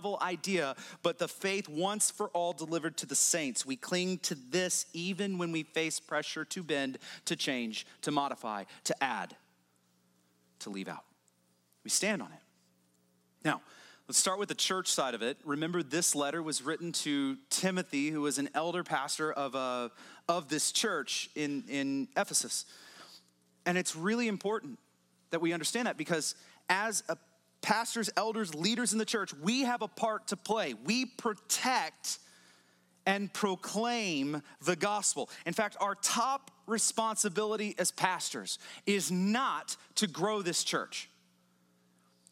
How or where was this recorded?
large echoing room